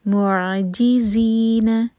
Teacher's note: میم دومہ کے لیے ہوٹ گول، اس کے بعد عین جب آئے تو ہوٹ گول نہ رہے. معجزین، جی 1 حرکہ اور ز، یہ ہے ز تو بزنگ ساؤنڈ کے ساتھ، زین ز کے نیچے کسرہ ساتھ میں یا، تو یہ ہوا مد طبعی 2 حرکہ لمبا، نہ 1 حرکہ.